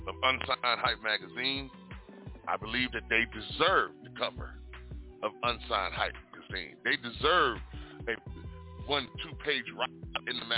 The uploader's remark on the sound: we gonna have these ladies live on the phone